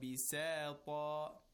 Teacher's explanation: Keep in mind, it is bisa. The first part is with tarqiq, and the second part is with تفخيم.